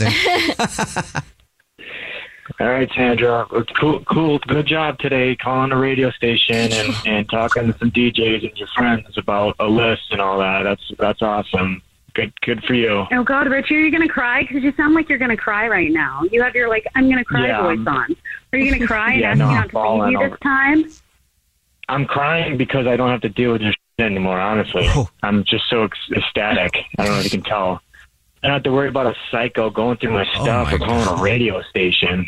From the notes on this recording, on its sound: Phone Prank